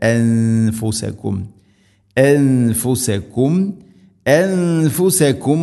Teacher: സാക്കിന നൂന് ശേഷം അല്ലെങ്കിൽ തൻവീന് ശേഷം ഫ വരുമ്പോൾ ഇദ്ഗാം പോലെ ആ ഒരു ഗുന്നയുടെ ശബ്ദമുണ്ടാവരുത്